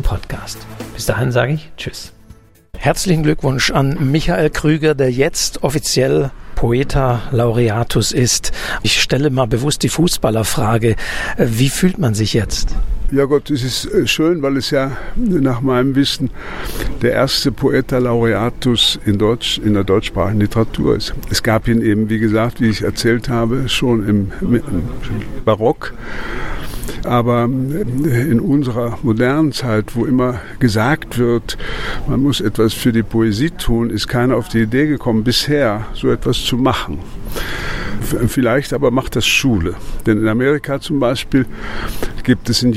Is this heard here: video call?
no